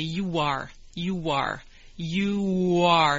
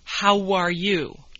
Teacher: here are some phrases where there's a little W sound between the two words